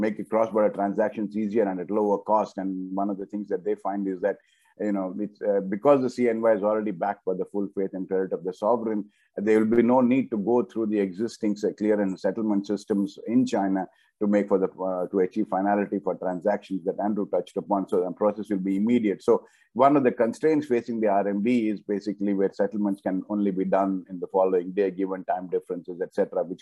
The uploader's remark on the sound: This public talk was conducted online via Zoom on Tuesday, 7 June 2022, from 5.00 pm to 6.30 pm (SGT).